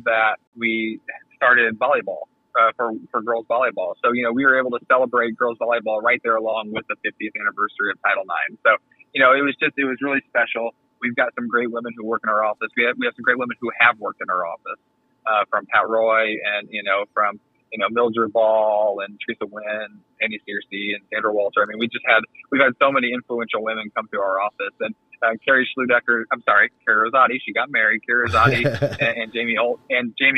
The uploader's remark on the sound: called into the garage